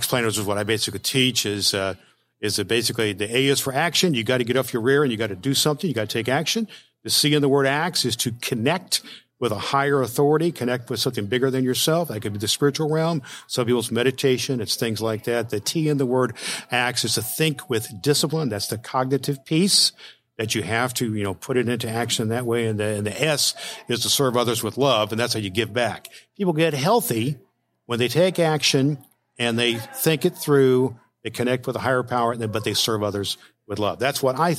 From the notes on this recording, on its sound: at the Spark Media Conference at Gaylord Opryland Resort in Nashville, Tennessee